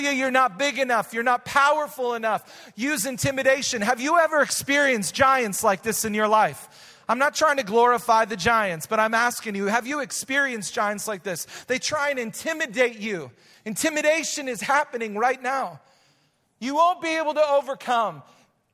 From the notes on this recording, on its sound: Recorded live at Hope Church in Springfield, Mo.